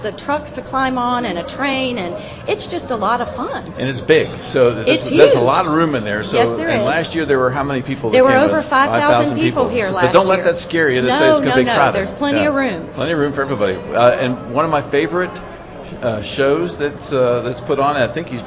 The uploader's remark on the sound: Live at the Annual Good News Club Spectacular. Broadcasts live from the Greenville Convention Center for the Annual Good News Club Spectacular.